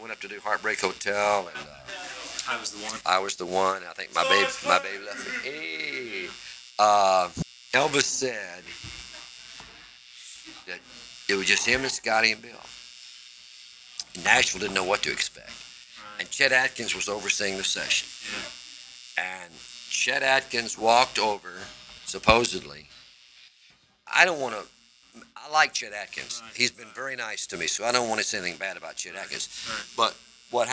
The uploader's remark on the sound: this little interview was recorded during my dinner